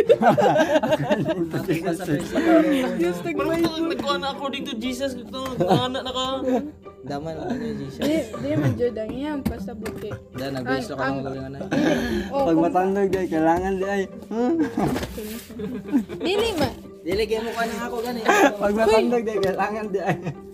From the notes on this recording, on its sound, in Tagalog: Chika-chika sa rooftop. We have our little chismiz sa rooftop nila. In the middle of the night.